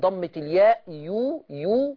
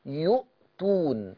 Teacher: يبين ضمة الياء ويحقق لي الهمزة